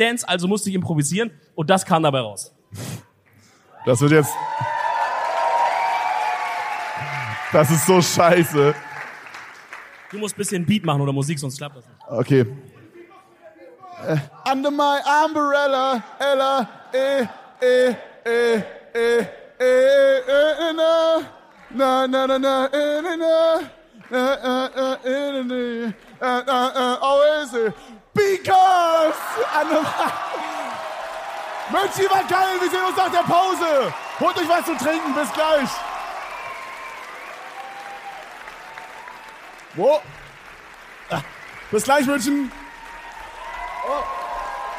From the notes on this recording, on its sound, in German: München 2023. Zum letzten Mal sind wir heute live auf der Bühne und bringen unsere EDELTALK Tour 2023 zu einem würdigen Ende.